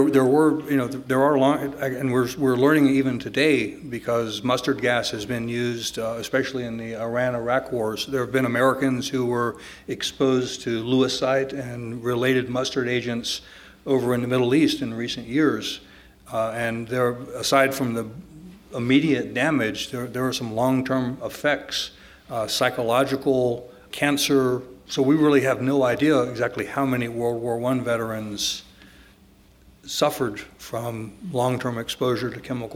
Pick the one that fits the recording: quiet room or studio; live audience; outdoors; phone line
live audience